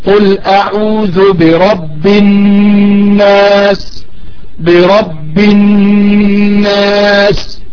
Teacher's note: أقف على النون في كلمة الناس، لأن النون مشددة فحكمها الغنة بمقدار حركتين. فأي نون مشددة كذلك الميم المشددة نقف عليها بمقدار حركتين.